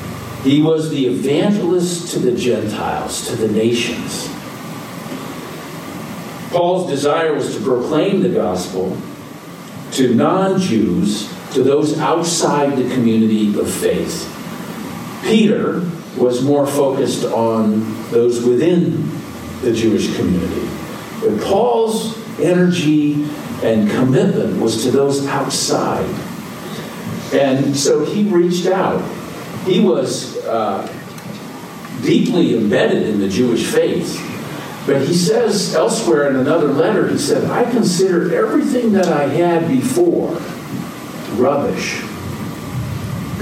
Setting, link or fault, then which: setting, large echoing room